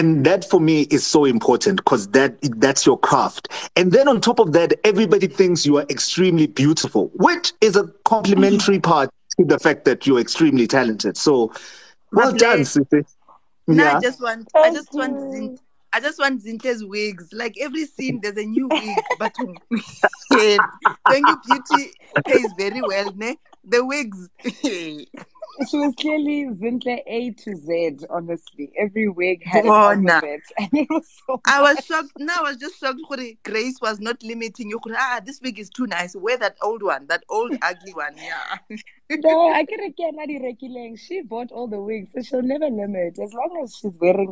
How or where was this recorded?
video call